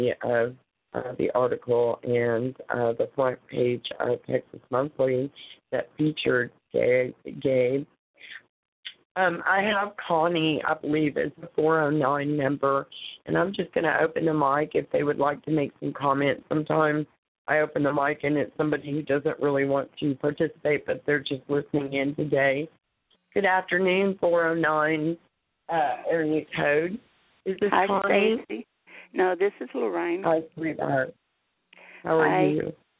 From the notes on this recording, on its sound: Open Mic Sunday. Call in comments.